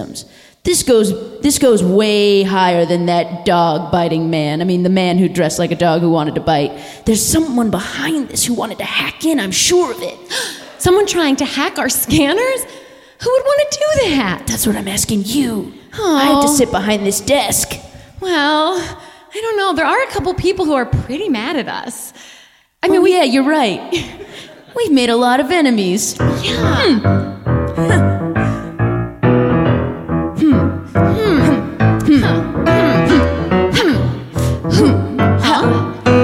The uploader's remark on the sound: Live from LA Podfest